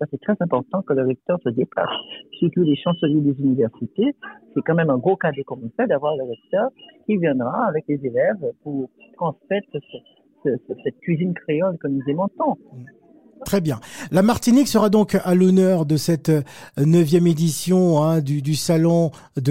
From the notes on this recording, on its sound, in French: En direct au téléphone